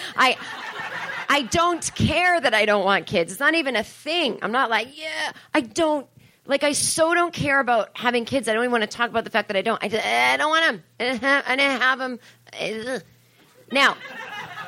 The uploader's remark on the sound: This is an accidental live episode. On stage at the Hollywood Improv Lab. Talks to the crowd.